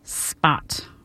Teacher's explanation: if it occurs after S, P does not have aspiration.